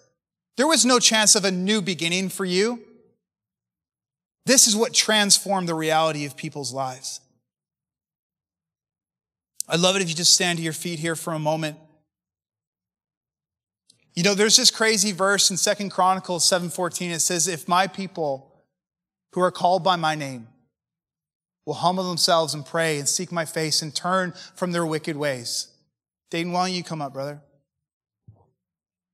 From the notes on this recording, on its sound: preached at a recent MFI Canada Conference